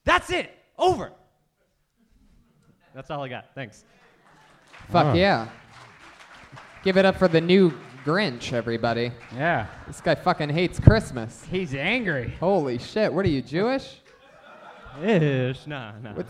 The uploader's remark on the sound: LIVE FROM TORONTO!